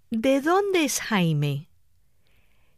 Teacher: In questions that use interrogative words, the pitch level at the beginning is high and gradually falls toward the end of the question